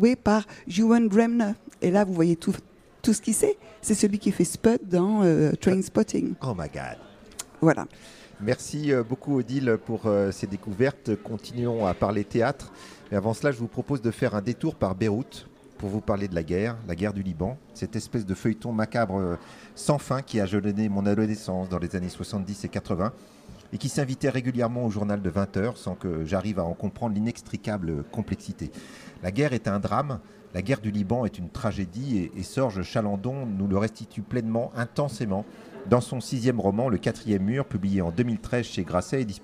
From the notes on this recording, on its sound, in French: depuis le théâtre Olympia à l’occasion du festival WET